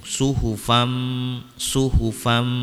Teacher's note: Suhufam, suhufam di sini ada tanwin, sama tadi tanwin bertemu dengan mim, berarti hukumnya adalah idgom bigunnah, masuk ke huruf mim, tanwinnya dileburkan bersama dengan dengung.